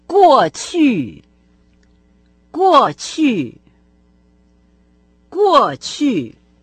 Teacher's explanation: Раньше звучит по-китайски как «гочи», два четвертых тона.